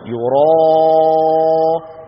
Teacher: مفخمة لأنها مسبوقة براء مفخمة. إذن الألف تتبع ما قبلها تفخيما وترقيقا، فتفخم بعد المفخم وترقق بعد المرقق.